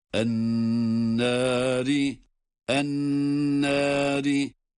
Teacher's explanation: Nun şeddeli ve tutuyoruz. Evet, şeddeli durumda ve tutarak okuyoruz.